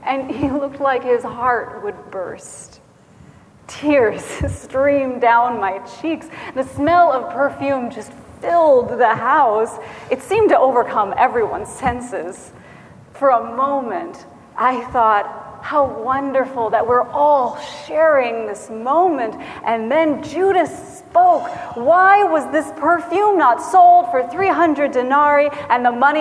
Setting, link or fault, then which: setting, large echoing room